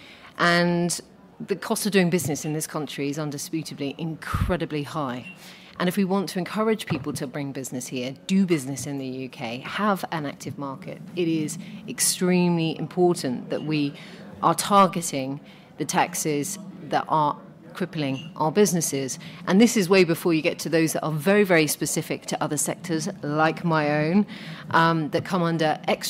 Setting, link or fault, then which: setting, busy venue